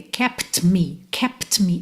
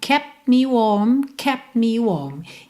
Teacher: Antes do T, eu tenho um P, estou com lábios fechados. Depois do T, eu tenho um M, também lábios fechados. Então, eu não vou abrir o lábio só para fazer um T.